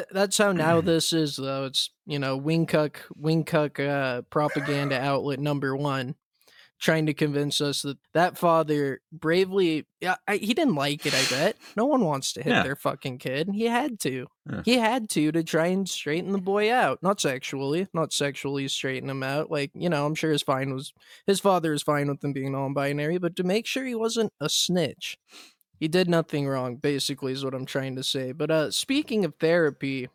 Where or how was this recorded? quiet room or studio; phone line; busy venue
quiet room or studio